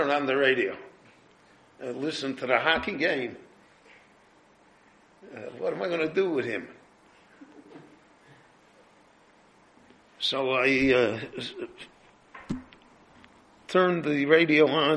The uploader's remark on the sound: His lecture was recorded live at Beit Knesset HaNassi in Jerusalem.